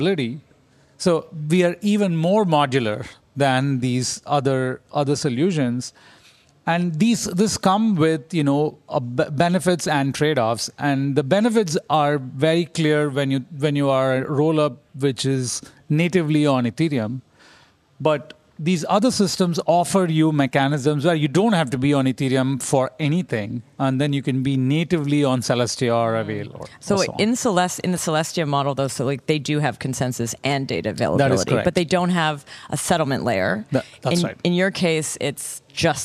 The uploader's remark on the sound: Spontaneous session recorded at Devconnect 2023 in Istanbul! Spontaneous session recorded at Devconnect 2023 in Istanbul!